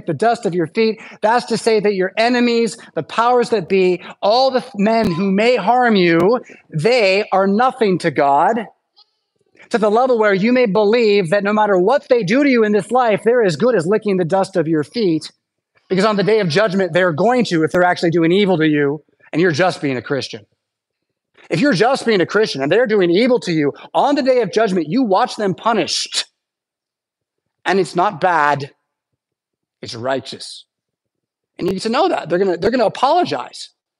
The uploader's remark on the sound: Preached at St Paul Lutheran Church , Rockford, Illinois on Sunday September 24th, 2023.